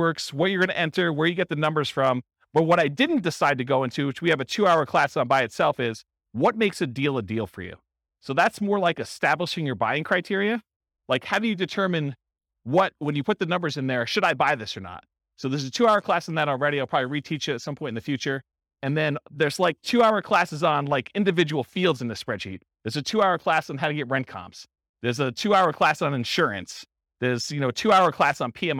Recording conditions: live audience